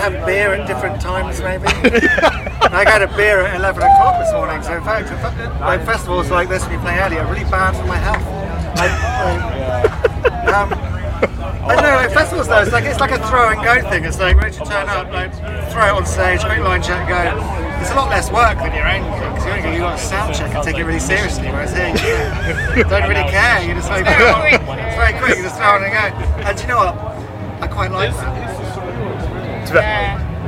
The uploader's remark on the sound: Live from 2000 Trees 2023